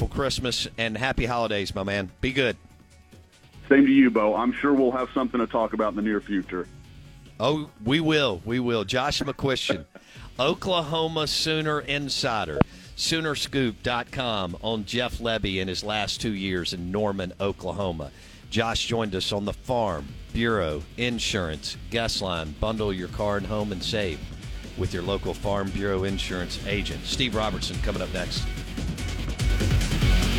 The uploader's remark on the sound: joins the show on the Farm Bureau guest line